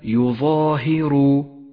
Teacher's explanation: تمد الألف حركتين ولذلك ميزت باللون الكموني إشارة إلى زمن وموقع المد يظاهر. · Term: المد الطبيعي